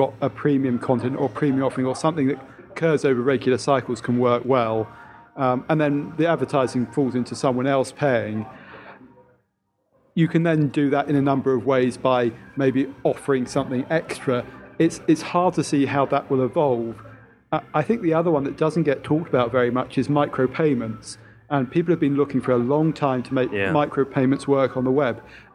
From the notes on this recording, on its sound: This week we're 'live' from Nokia's Summer Party near Trafalgar Square